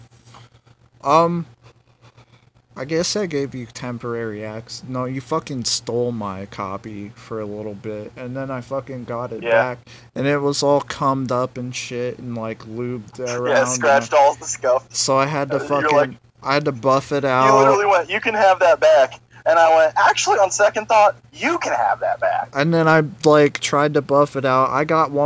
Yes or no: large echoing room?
no